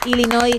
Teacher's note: Así que Illinois y la S. Así que, sin pronunciar la S final